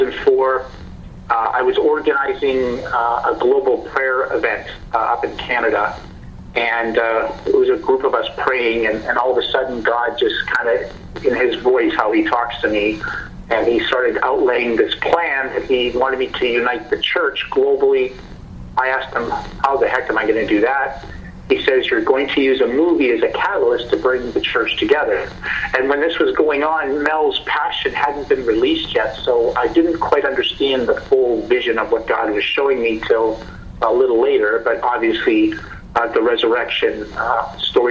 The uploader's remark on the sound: Guest via phone from Malibu, California.